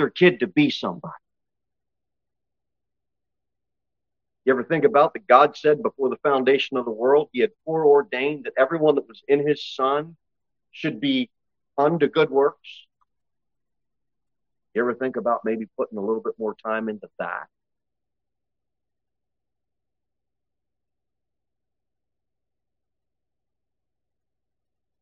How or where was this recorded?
large echoing room